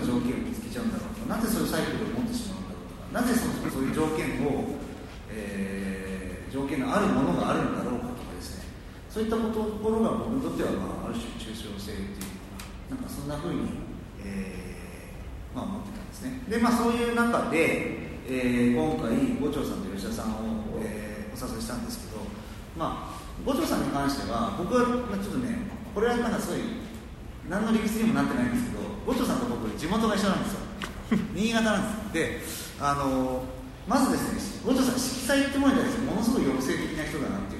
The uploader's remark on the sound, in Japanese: のトークイベントの録音です。会場：武蔵野美術大学鷹の台キャンパス 2号館309、310教室。